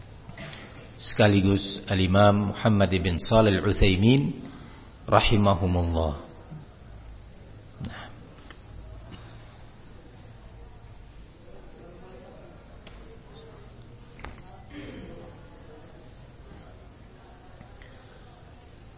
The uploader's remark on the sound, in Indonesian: di Masjid Ma’had as-Salafy Jember